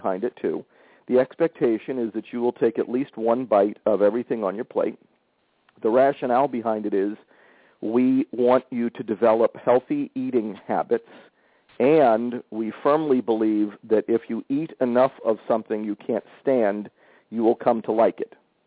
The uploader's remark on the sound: We hear from two live callers who are trying the model, as well as a parent who is at the end of her rope with daughter’s challenging behavior.